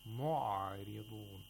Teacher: We don't say mu'aridun like a shidda, or mu'aridun like a letter of rakhawa. It has tawassut, which is in between rakhawa, and shidda. By shidda, we mean actually plosives.